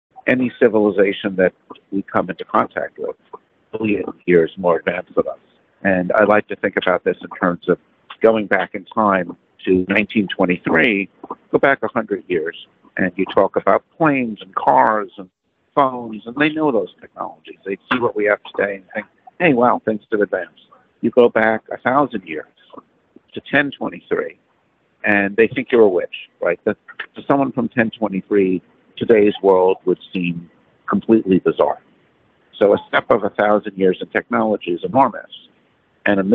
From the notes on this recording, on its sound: Audio not great but it's a cell phone on a train, after the NASA press conference to present the NASA UAP report.